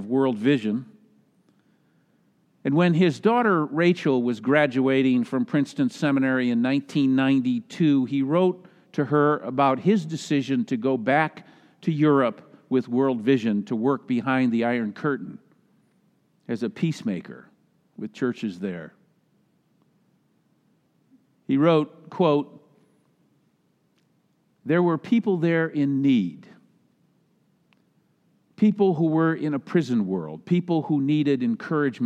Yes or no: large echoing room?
yes